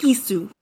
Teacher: It's spelled Q-I-S-U. You don't pronounce that Q, you make it a glottal stop instead.